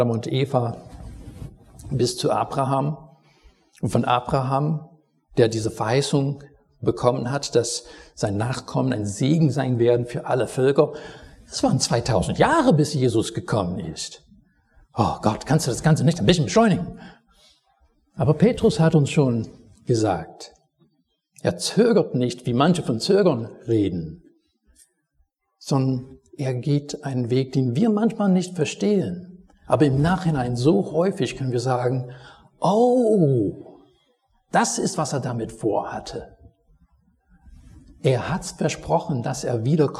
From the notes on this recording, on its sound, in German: Predigt aus dem Gottesdienst vom 21.